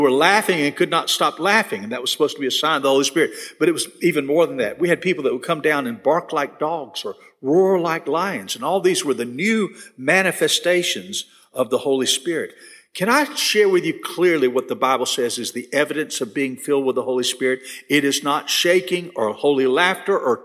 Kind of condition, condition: setting, large echoing room